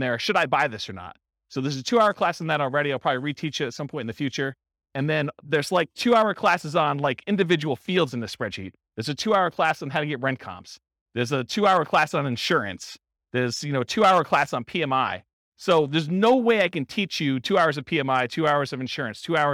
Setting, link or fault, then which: setting, live audience